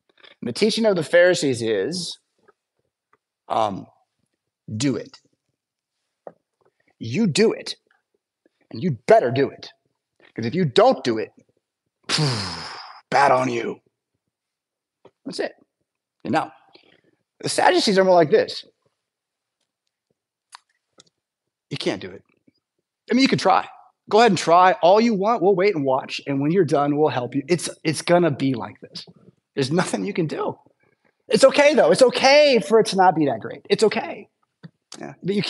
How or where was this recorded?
large echoing room